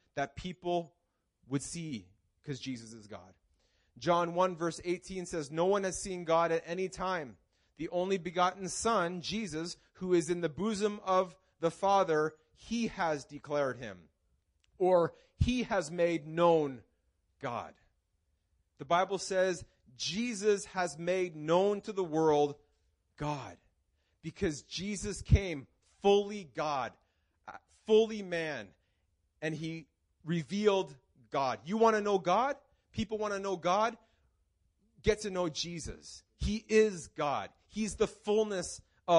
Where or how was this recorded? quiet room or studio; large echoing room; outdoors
large echoing room